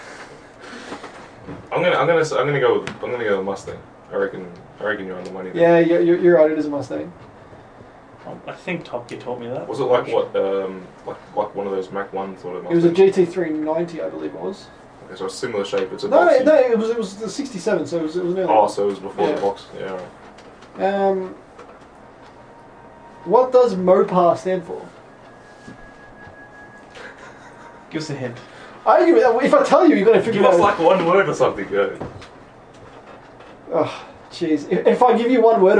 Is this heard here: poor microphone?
yes